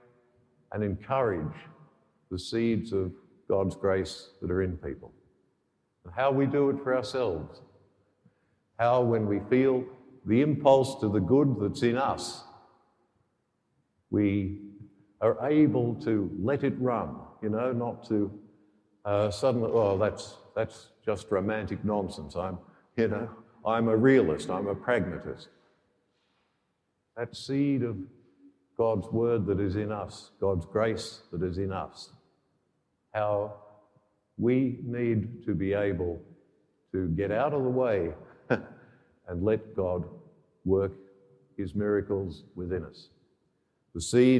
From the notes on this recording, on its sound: The homily for the 11th Sunday in Ordinary Time, Year B, from Sacred Heart Cathedral, Hamilton.